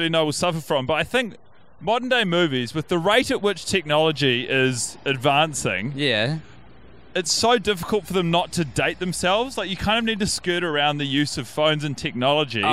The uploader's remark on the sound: The boiz are together in the city of Melbourne, Australia watching WE ARE YOUR FRIENDS in a hotel room. Taking their microphones to the streets have left some audio quality lacking. The pair are being interrupted by fellow street walkers in the great city.